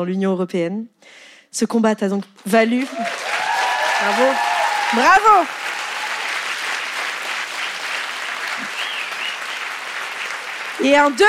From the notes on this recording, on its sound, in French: Captation réalisée au théâtre de l'Européen.